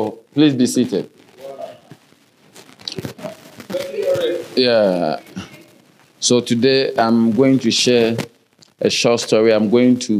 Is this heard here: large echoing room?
yes